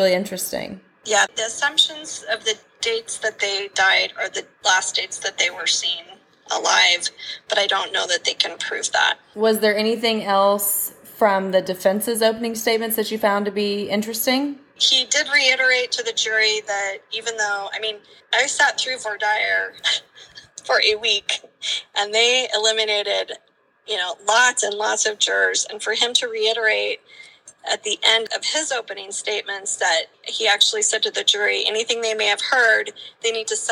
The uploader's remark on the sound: Our legal correspondent is on her lunch break. You will have to forgive us for the audio quality as this is being recorded on a phone, in the car, on lunch break!